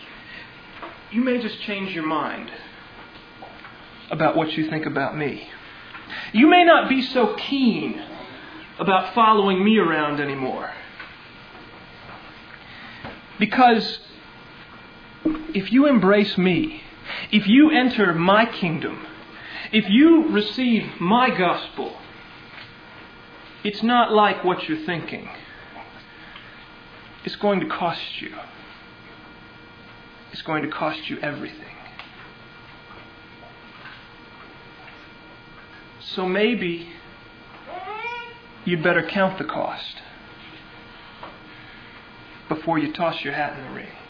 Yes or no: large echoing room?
yes